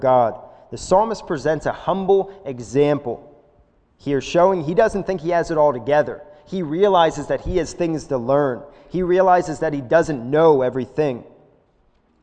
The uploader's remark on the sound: This is a sermon recorded live at the Lebanon Bible Church in Lebanon, PA on 05/02/2021 during the evening service